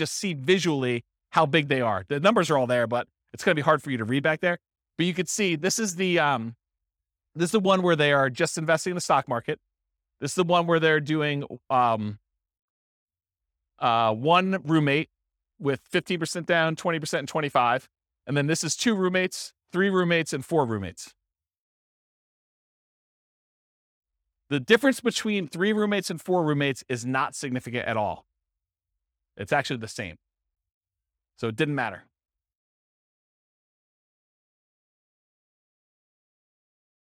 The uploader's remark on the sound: This was a live class recorded.